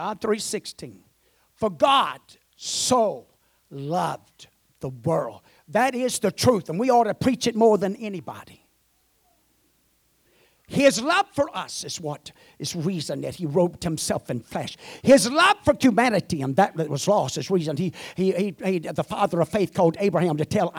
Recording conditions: large echoing room